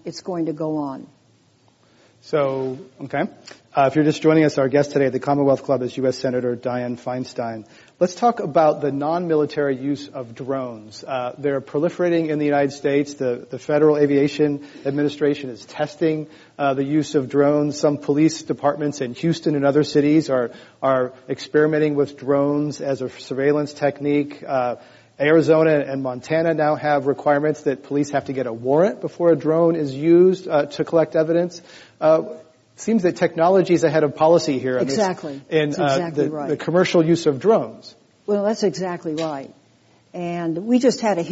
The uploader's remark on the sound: This program was recorded in front of a live audience at The Commonwealth Club of California in San Francisco on April 3, 2013